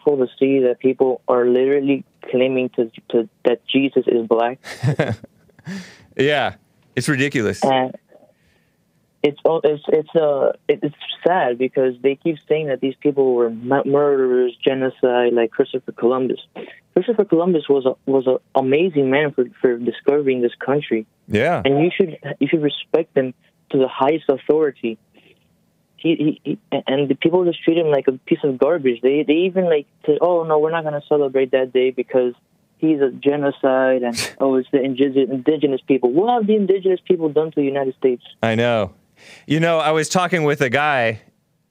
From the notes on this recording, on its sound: has a rough phone connection